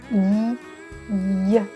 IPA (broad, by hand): j